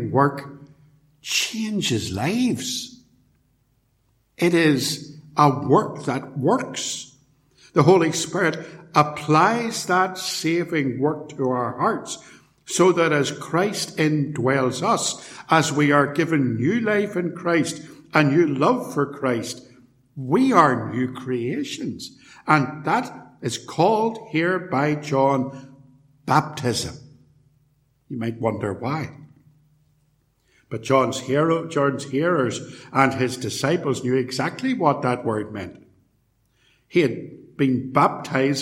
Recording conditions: large echoing room